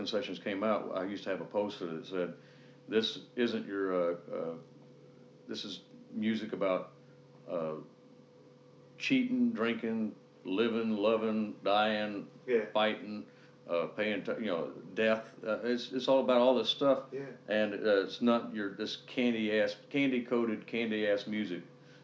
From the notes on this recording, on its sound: interviewed prior to his performance at The Cluny